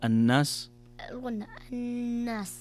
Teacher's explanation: أحسنت، فتقرأ الناس الغنة الناس. ممتاز، تقرأ الناس بغنة بمقدار حركتين